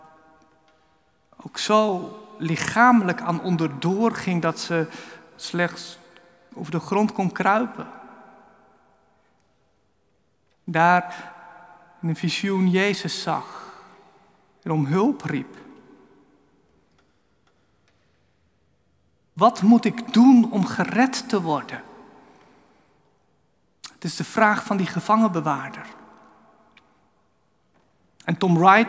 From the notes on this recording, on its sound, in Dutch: Opgenomen in de Noorderkerk te Amsterdam.